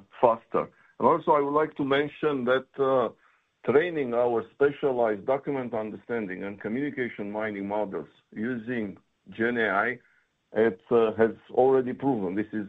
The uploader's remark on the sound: Earnings Conference Call